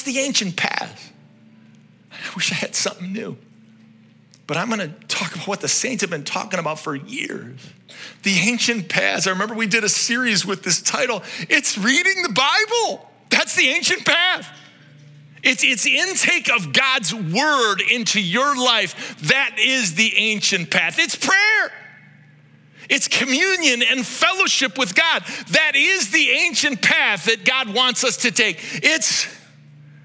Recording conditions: large echoing room